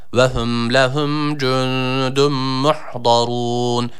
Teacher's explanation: Yani buradaki cim harfimiz ç olarak okunmasın.